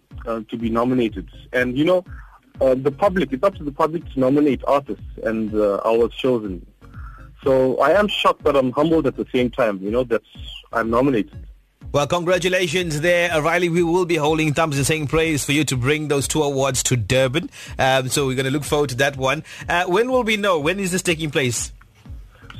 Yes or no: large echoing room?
no